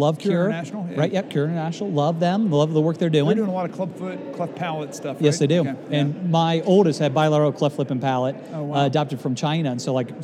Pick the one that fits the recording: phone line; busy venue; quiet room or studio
busy venue